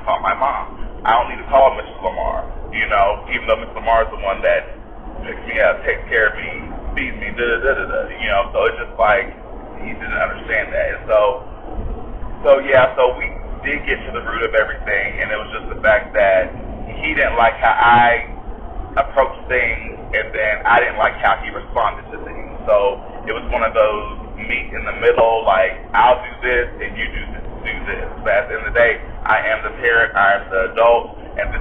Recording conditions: poor sound quality